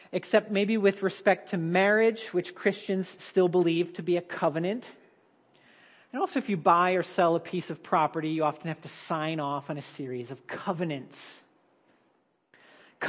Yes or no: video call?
no